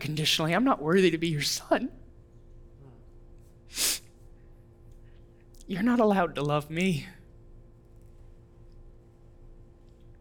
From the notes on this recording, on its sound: audio from New City Church in Champaign-Urbana, IL